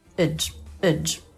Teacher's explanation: the last syllable isn't the a vowel like in judge, but it's the unstressed i vowel like in steerage.